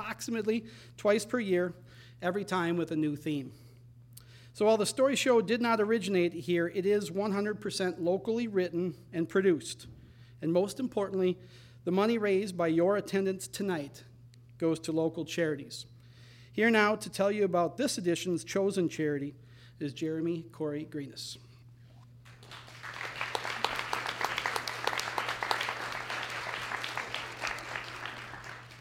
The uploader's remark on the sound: Recorded live at the Marion Ross Performing Arts Center in Albert Lea, MN.